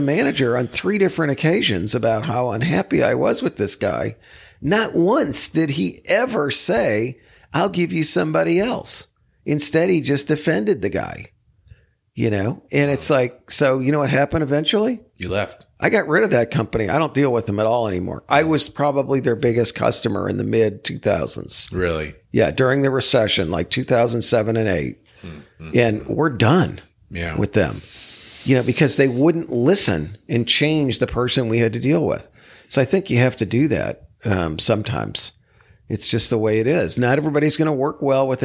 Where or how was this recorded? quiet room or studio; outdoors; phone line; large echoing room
quiet room or studio